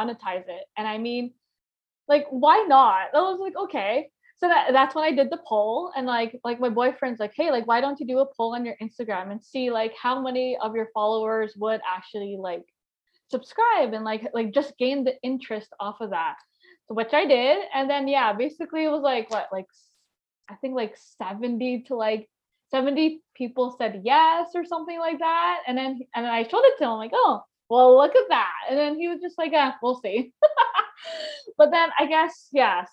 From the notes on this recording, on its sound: podcast was recorded on Zoom